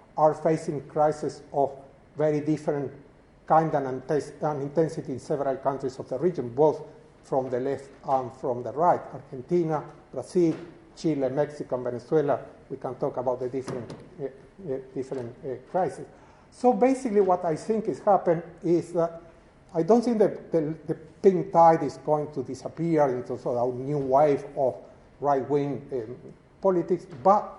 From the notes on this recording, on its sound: This is the closing lecture to the First UCL Americas International Post-graduate Conference. Organized by UCL Americas Research Network.